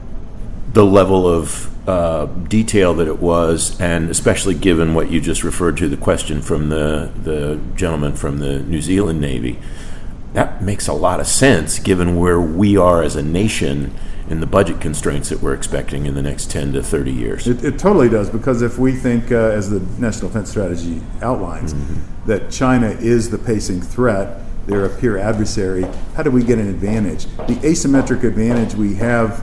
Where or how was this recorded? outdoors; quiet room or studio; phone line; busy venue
busy venue